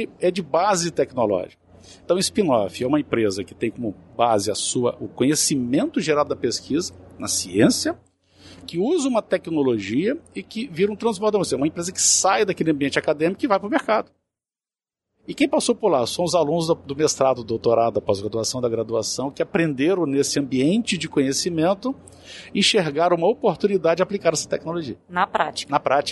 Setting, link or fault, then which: setting, busy venue